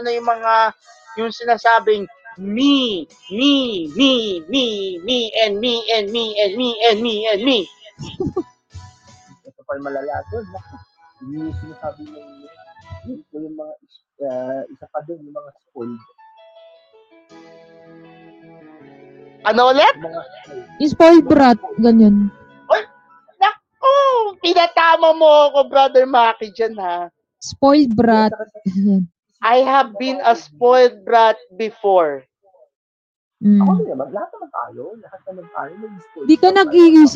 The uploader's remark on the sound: Recorded via StreamYard